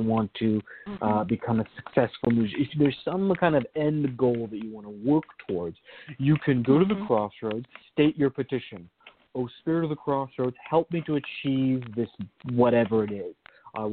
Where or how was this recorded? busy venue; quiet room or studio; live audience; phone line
phone line